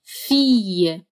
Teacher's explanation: a gente encontra aqui dois L's nessa palavra, o que dá um som de I prolongado. Fille.